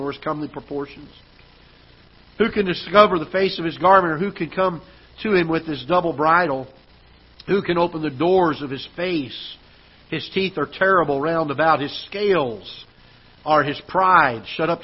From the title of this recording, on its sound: Ketha Heights Baptist Church ~ Live Broadcast